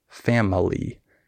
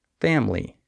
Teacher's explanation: in the word family, the I is silent · Shown in: second take · Term: skipped syllables